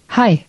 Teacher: Did you hear the glottal stop at the end of that word? It sounds as if the end of the word is cut short.